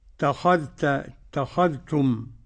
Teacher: اتخذتم إدغام الذال في التاء